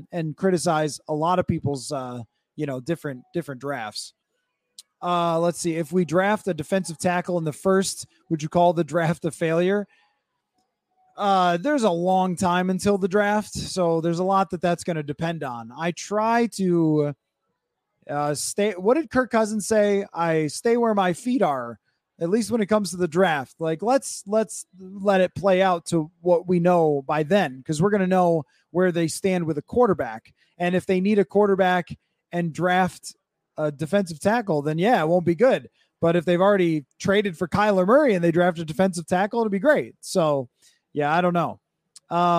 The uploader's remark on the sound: Live from Circa Las Vegas